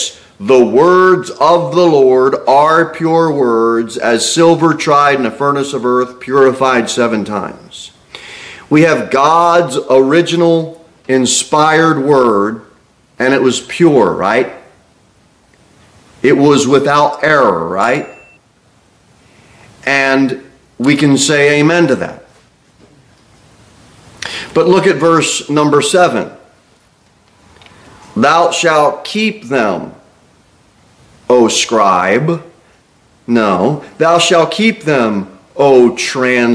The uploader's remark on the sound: Sermon delivered at Pilgrim Baptist Church on Sunday, February 11, 2024, at 2-15 pm.